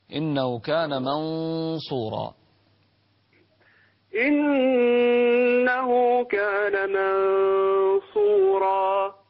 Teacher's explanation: الغنة في منصورة مفخمة لأن الحرف الصاد مفخم